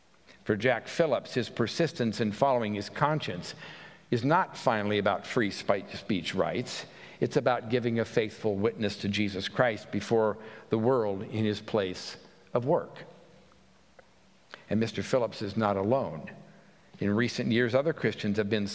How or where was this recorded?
large echoing room